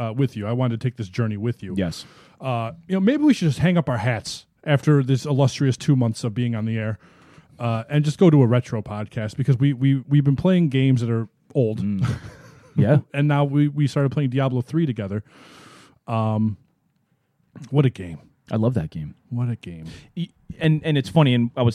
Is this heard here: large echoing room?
no